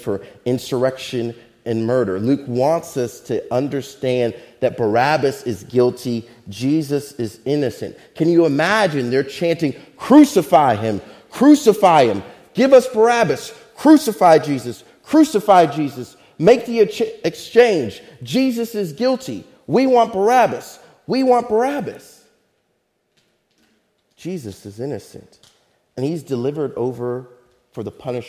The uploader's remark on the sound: Faith Baptist Church in Hamilton, NJ.